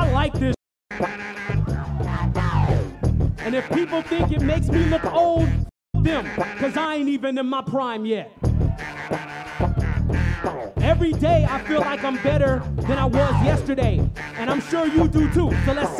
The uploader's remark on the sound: Tonight on The Live Feed we take a trip back to this year’s Karate Camp festival. LIVE from Karate Camp 2021. The Live Feed is produced by KQAL FM on the campus of Winona State University.